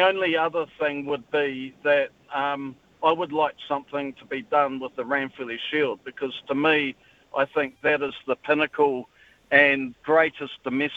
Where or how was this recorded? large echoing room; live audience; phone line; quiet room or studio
phone line